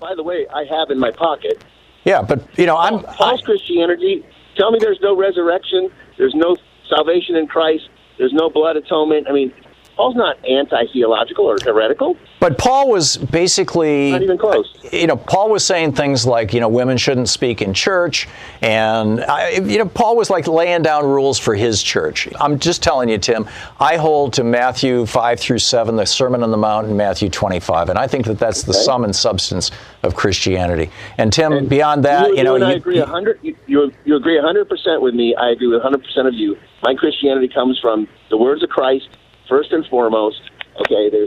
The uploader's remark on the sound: Listeners call